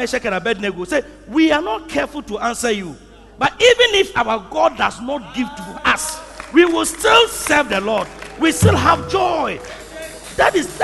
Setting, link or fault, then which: setting, large echoing room